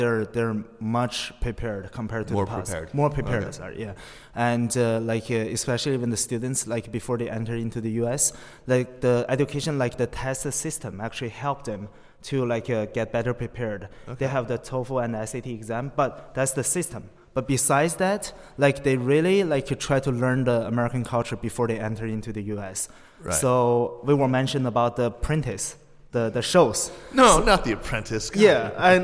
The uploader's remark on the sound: Live at the Princeton US-China Coalition Global Governance Forum.